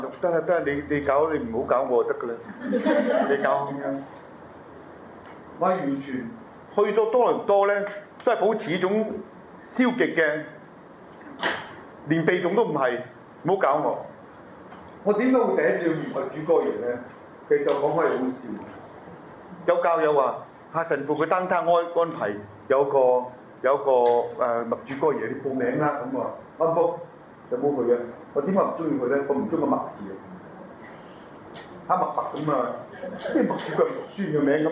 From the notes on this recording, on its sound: delivered to the HK’s June 2010 Medjugorje Pilgrims on May 9, 2010, in the Church of the Annunciation Church